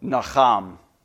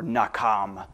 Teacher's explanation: This is the Hebrew letter chet, and it kind of makes a guttural kind of H sound. · Shown in: first take